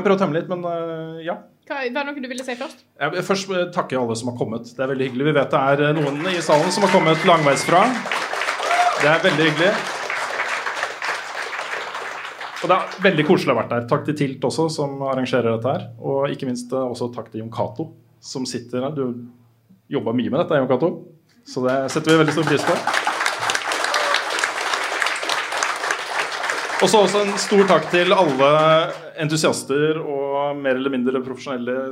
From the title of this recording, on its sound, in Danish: LIVE FRA TILTCAST 2.0!